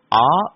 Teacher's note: ආ කියන ස්වරය ගත්තොත් අයන්න වගේ දෙගුණයක් වෙලාව යනවා ආ කියන ස්වරයට. එතකොට ඒක ගුරු මාත්‍රාවක් වෙනවා. · Term: දීර්ඝ ස්වර